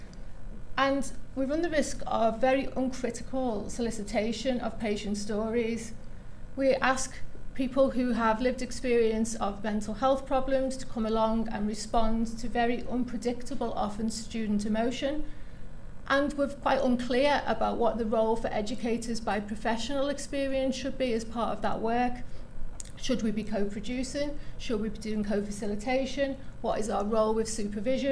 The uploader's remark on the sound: The Northern Mental Health Nursing Qualitative Research Forum meets three times a year. The following session was recorded at their fourth event on Friday 17 November 2023.